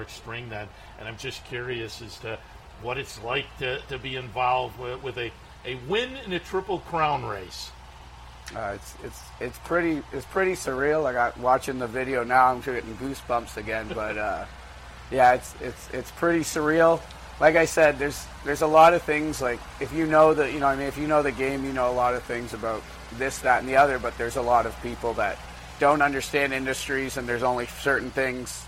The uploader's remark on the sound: live from Saratoga Race Course